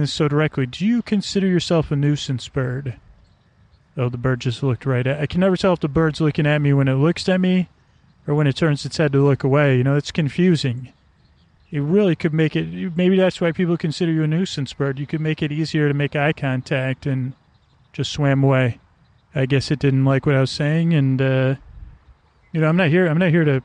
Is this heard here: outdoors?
yes